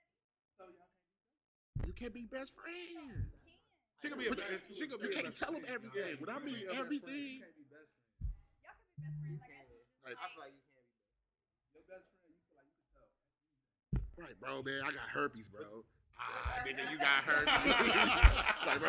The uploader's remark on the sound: The crew is live from Da Shop. Sorry for the sound.